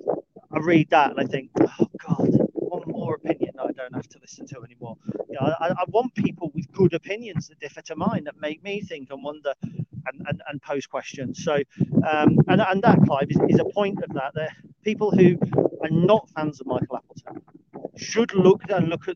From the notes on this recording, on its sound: A brief dog walk chat